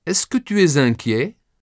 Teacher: Even when you form a question using est-ce que, the question ends with a rising tone.